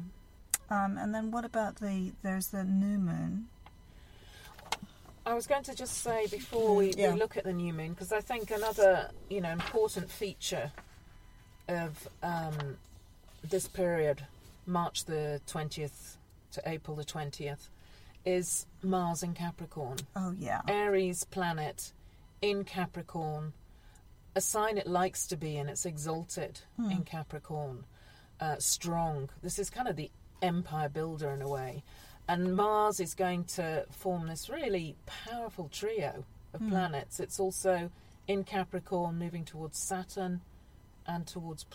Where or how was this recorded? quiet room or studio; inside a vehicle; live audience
inside a vehicle